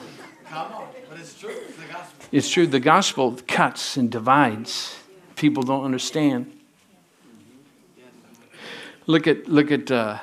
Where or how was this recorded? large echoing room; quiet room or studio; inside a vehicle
large echoing room